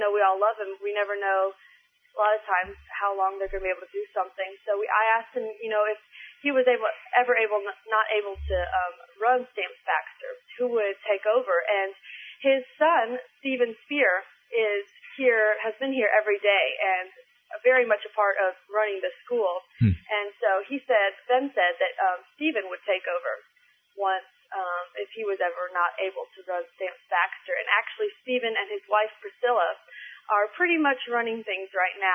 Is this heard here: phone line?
yes